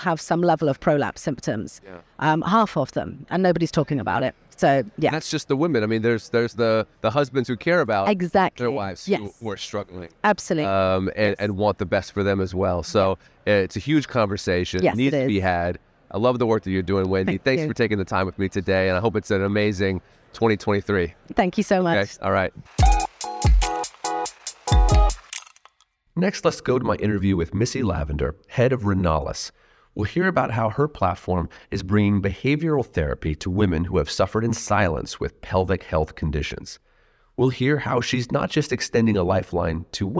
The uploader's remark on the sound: which was recorded at the ViVE 2023 conference in Nashville